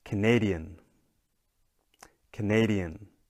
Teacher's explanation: Canadian gets the stress, the second syllable